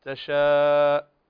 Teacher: الهمزة فيها شدة وجهر